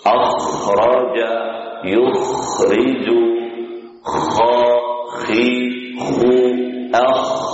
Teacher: keluar dari ujung tenggorokan tidak seperti suara orang mendengkur. Sebagian orang membaca huruf kha seperti orang mendengkur.